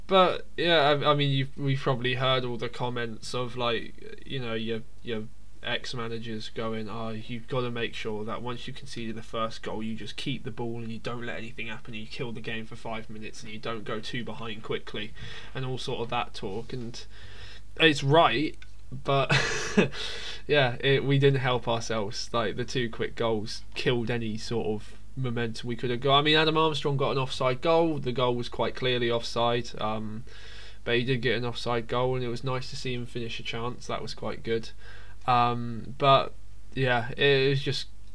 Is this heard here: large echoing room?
no